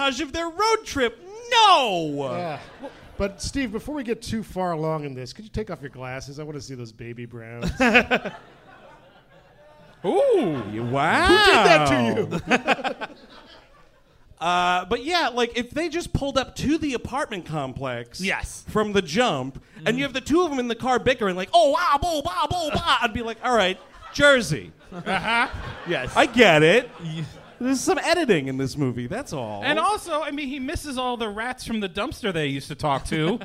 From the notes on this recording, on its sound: Live in Hollywood. LIVE from the Improv in Hollywood, California! Recorded on the most recent leg of tour.